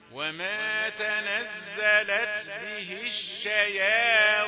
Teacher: ما جيبش تفخيم الا عند الطاء، عند ما تلمس مخرج الطاء تبدا تفهم، وتفخيم مش كبير، تفخيم في اخر درجات.